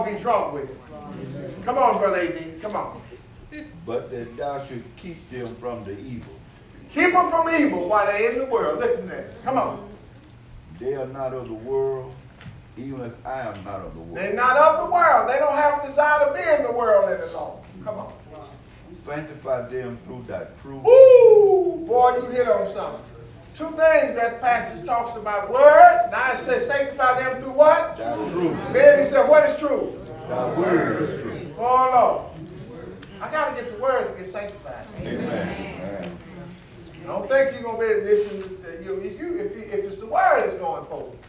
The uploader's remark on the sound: teaching the lesson live in the sanctuary